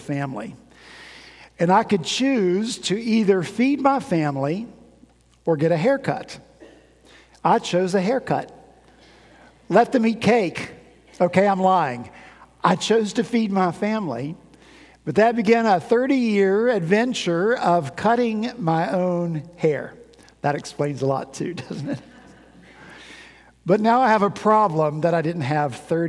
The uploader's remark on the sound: At Redeemer Presbyterian Church in Charleston, SC.